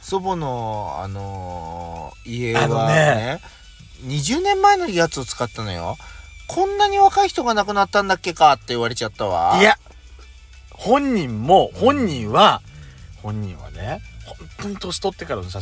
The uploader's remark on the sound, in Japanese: 2人組。パーキング収録。